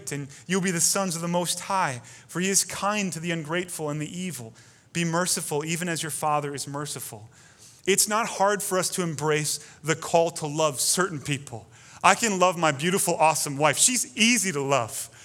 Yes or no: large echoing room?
yes